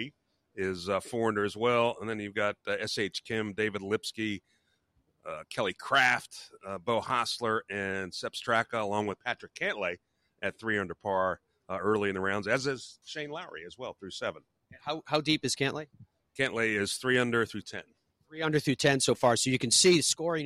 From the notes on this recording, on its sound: broadcasts live from TPC River Highlands at the Travelers Championship